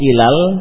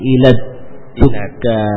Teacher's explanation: Huruf dal juga termasuk yang, ya, mengalami idgham lamnya ke dal. · Shown in: second take · Jadi bukan ilal, tapi ilad du ka ini.